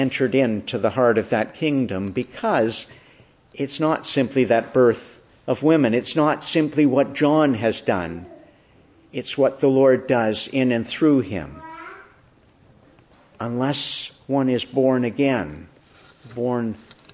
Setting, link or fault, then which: setting, large echoing room